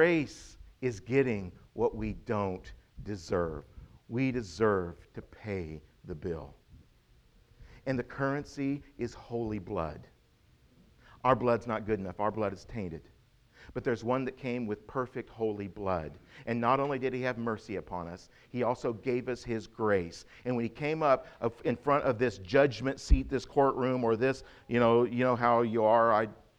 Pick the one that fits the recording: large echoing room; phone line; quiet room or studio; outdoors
large echoing room